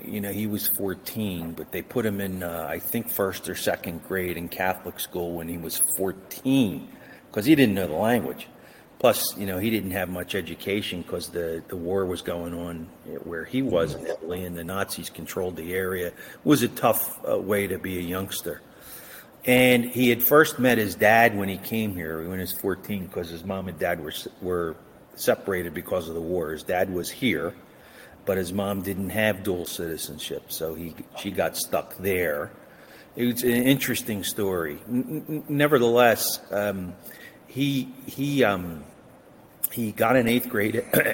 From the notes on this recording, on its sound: Visits in the pub. Who hails from Pennsylvania (despite technical challenges of computers).